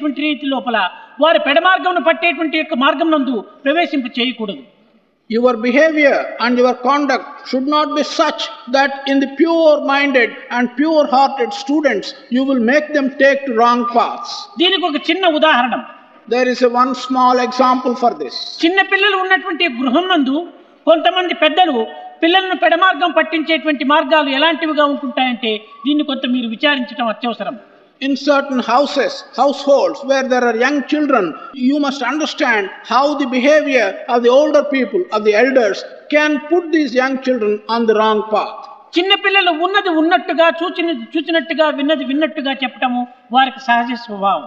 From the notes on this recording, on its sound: Divine Discourse on 18 November 1975 during the valedictory function of the Balvikas gurus conference